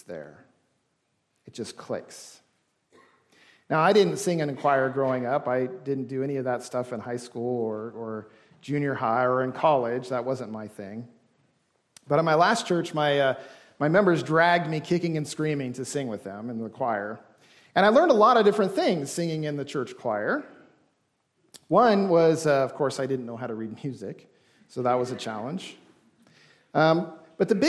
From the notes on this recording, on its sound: This service was recorded during worship